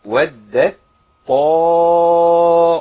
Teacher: انا عندي ادغام هنا التاء مع الطاء